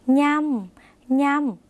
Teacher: เป็นเสียงขึ้นจมูกเหมือนในภาษาอีสานหรือในภาษาภาคเหนือนะคะ